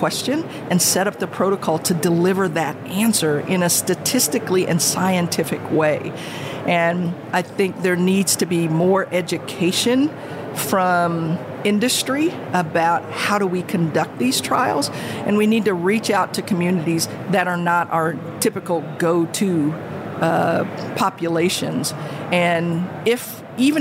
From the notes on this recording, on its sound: recorded at HLTH in Las Vegas